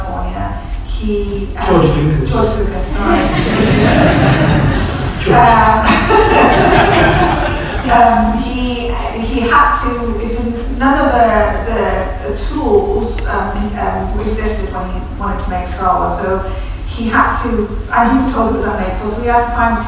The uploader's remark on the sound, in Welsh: Recordiad ar hap yn nigwyddiad BAFTA Cymru. Ymddiheuriadau am safon y sain eto.